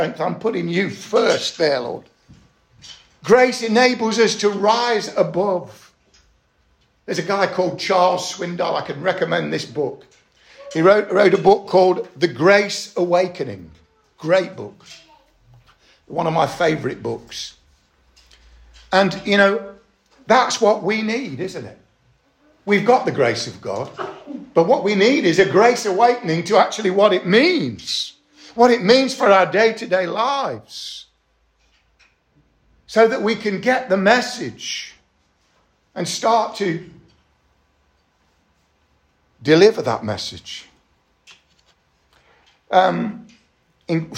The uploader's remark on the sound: Estuary Elim Church Ashingdon Evening Service